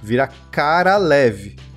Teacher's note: E aqui que está a armadilha, porque no russo todos os Os viram As quando não estão na sílaba tônica. Então esse Korolev vira Karalev, porque a sílaba tônica é a última